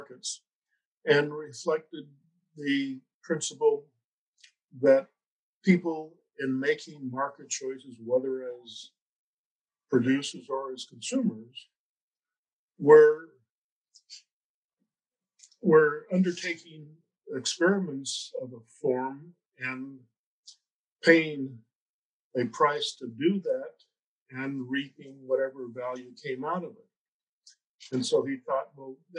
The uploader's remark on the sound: Due to the nature of this recording, listeners may find the audio quality reduced for this episode.